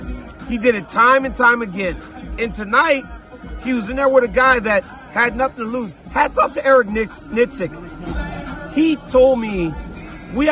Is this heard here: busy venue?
yes